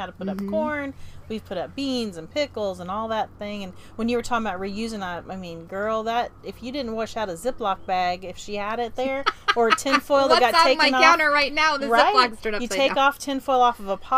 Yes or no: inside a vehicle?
yes